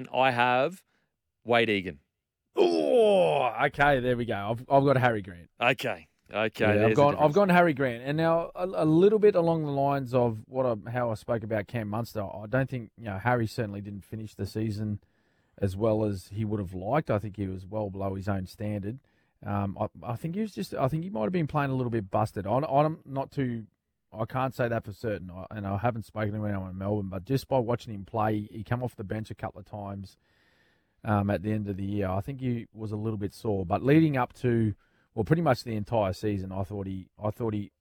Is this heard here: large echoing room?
no